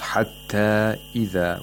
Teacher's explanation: We have a disjunct mad because the long vowel and the hamza are in two different words.